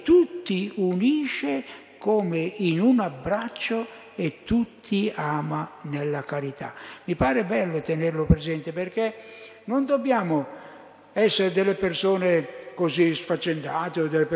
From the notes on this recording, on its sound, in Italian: Durante la Santa Messa festiva delle ore 11.15 - chiesa di Vergiate.